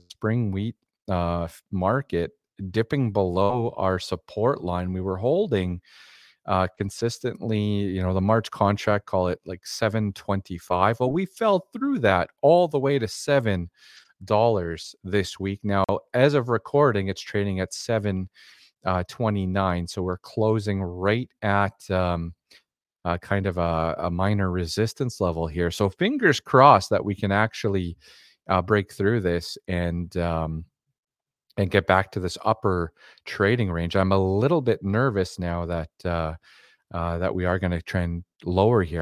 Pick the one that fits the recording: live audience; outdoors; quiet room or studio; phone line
quiet room or studio